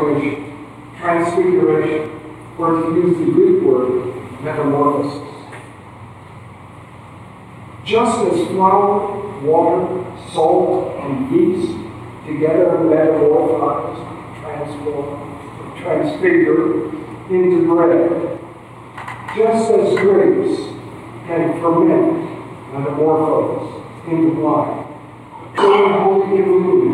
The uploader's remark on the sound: please excuse the poor audio quality